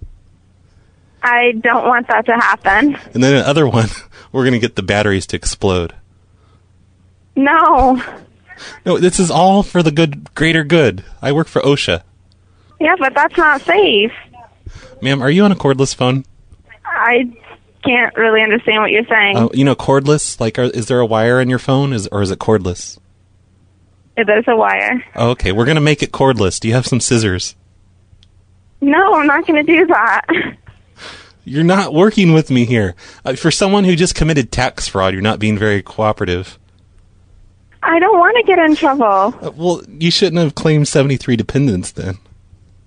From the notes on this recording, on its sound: …'s Personal Prank Phone Calls Collection.